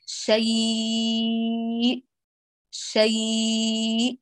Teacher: لو بأقف عليها سيكون مد لين عارض للسكون